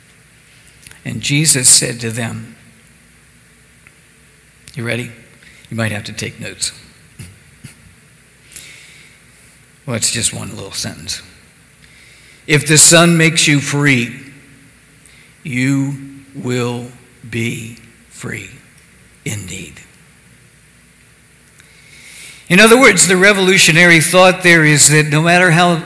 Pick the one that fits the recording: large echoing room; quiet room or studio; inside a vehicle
large echoing room